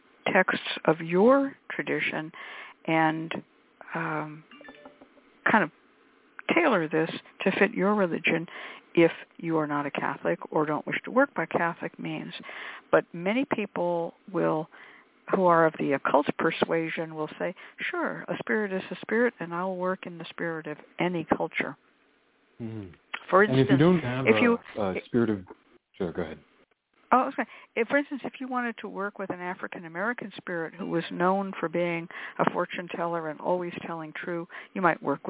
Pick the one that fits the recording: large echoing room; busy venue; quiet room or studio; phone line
phone line